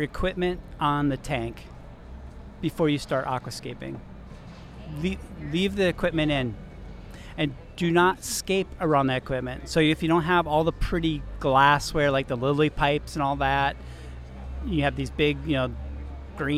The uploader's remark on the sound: Our trip to Aquashella Daytona Beach. Recorded at Aquashella.